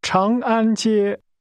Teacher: That's pronounced with first a rising tone, then two high-level tones.